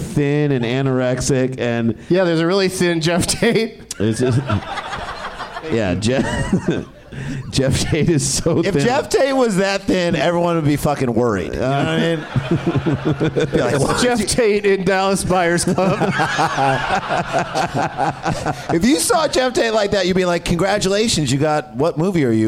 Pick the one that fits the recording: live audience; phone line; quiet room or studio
live audience